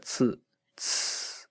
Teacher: 清华大学，校徽上的英文名有些令人不解，其中这个清字拼音的声母不是字母 Q 而是 TS，相应的学校的官网网址也是 www.tsinghua.edu.cn。 TSING 这个拼法源自清华建校，是指清末民初。在明清两代相当长的一段时期内，官方普通话所基于的是江淮一带的方言，称江淮官话，一部分我们现在念作清的汉字，在当时的普通话里很可能念作清，这一点在当今的传统戏曲中仍有体现。来听把青春抛得远。这个音虽然在如今的汉语拼音里写作字母 C，但它在英文拼写及国际音标中都写作字母 TS，也就是猫的复数形式 CATS， cats 结尾的 TS。所以清华校名中的 TSING 其实是在拼清字在当时的普通话，也就是江淮官话里的发音 TSING，清，打头是个尖尖的刺，刺，古人形象地把它归类为尖音，辅音的摩擦发生在上面一排牙齿背后的牙槽脊。QING，清，开头一团和气，气，古人把它归类为团音，辅音的摩擦发生在硬腭。如果你不确定硬腭在哪儿，不妨现在就把手伸进自己或身边那位的嘴里。上面一排牙齿背后的凸起是牙槽脊，刺的摩擦就发生在这儿。牙槽脊往后那